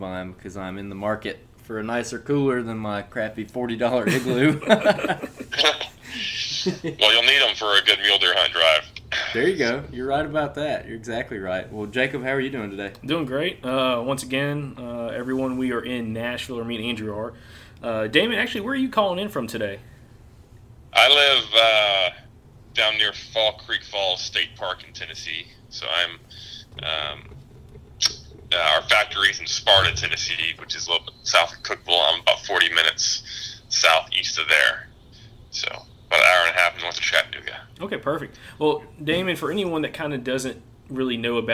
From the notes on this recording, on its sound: Hopped on the phone with us to talk Muleys!